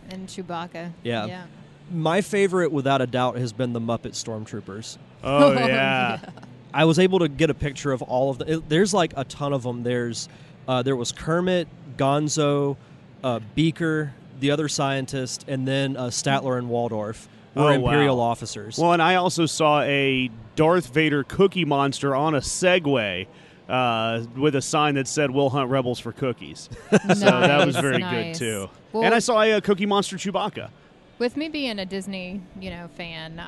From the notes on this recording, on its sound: Clips from the Star Wars Rebels panel, exclusive audio from the Rebels press conference. Star Wars Celebration 2017. Clips from the Star Wars Rebels panel, exclusive audio from the Rebels press conference.